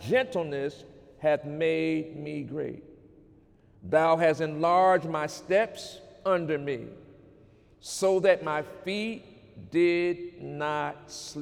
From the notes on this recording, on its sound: During Sunday morning service on March 10, 2019